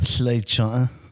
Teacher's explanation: air's coming out of the side and under the tongue.